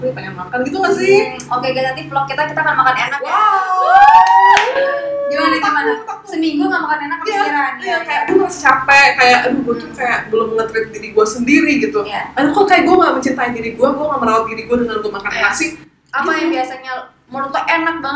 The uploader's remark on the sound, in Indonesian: Maaf, kemungkinan ada sedikit suara yang kurang bagus karena masalah teknis.